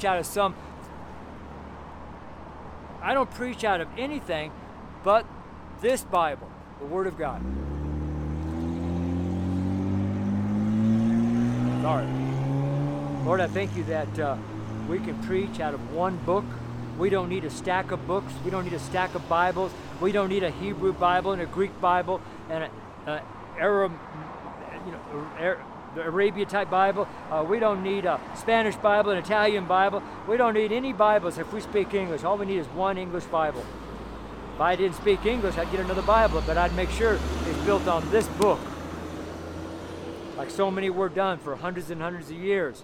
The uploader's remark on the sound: The street sermon preached on the street here in Boulder, Colorado. It's the audio only, the video is on the network channel.